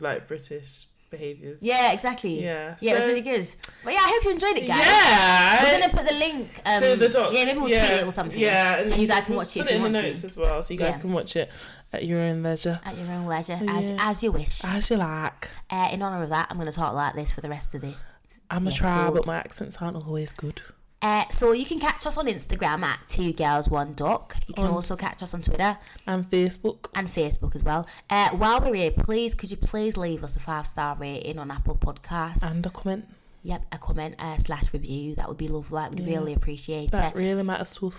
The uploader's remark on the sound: Make sure you put your volume down, guys. We got a bit excited with the mics on this one!